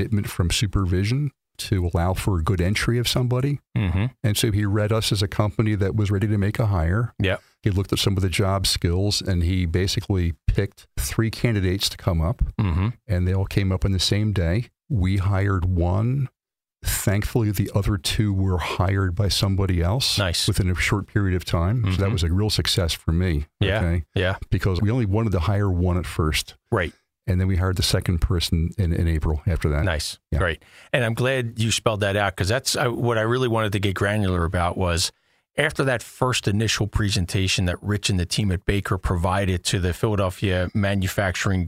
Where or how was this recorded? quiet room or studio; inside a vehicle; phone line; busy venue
quiet room or studio